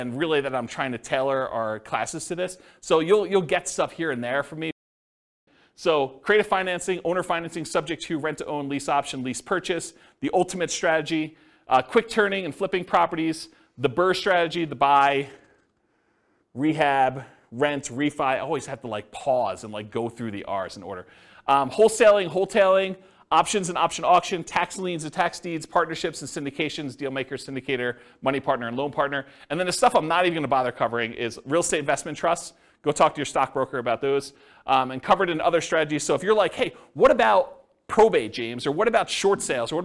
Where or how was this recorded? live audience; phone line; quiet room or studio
live audience